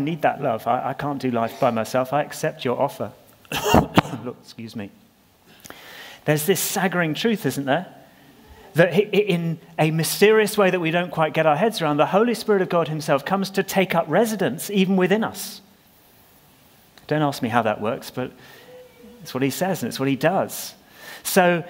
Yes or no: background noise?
no